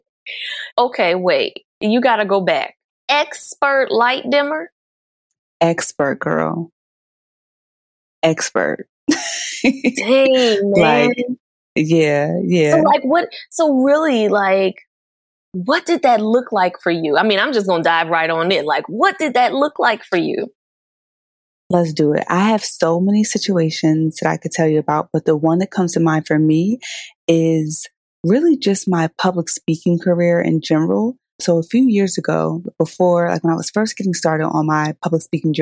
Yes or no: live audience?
no